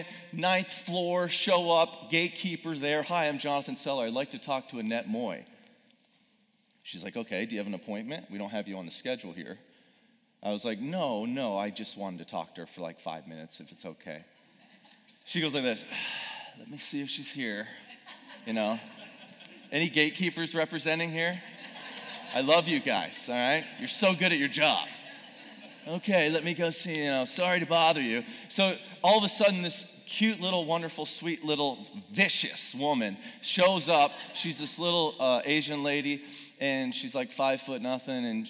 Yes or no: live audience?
yes